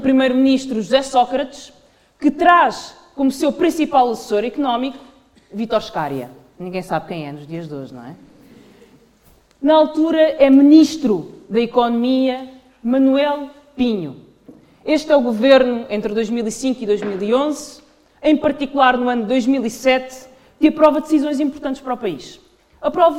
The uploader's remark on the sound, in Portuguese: Numa sessão pública realizada no Porto a 9 de dezembro de 2023